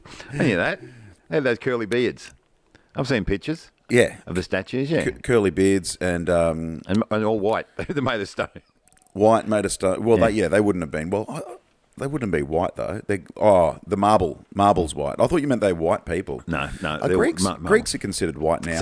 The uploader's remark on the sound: This week the boys are both in QLD and podcasting from the outside deck (sorry about the pigeon.)